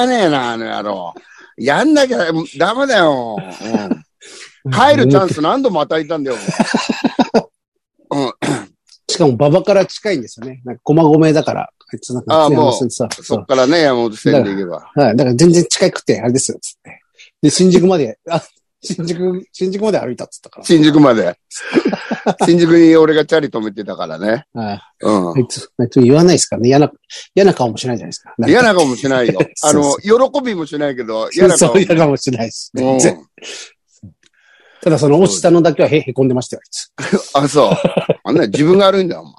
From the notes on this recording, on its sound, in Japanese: ZOOMで収録